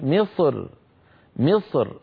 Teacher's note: وبعض العرب كان إذا وقف رقق الراء فيقول مصر مصر، فيرقق الراء من أجل الكسرة التي على الميم.